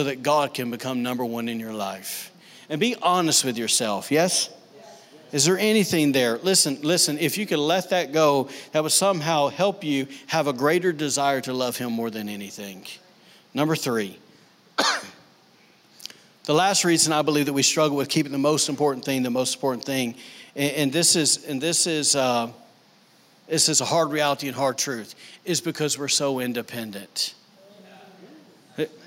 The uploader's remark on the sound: Recorded on Sunday, August 11, 2019, during service at The Anchor Church in Rockport, Maine.